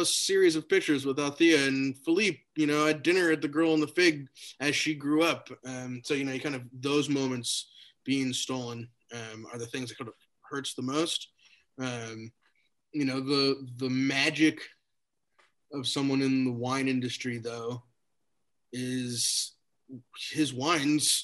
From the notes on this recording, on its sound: Yes we are temporarily recording by Zoom because of COVID worries.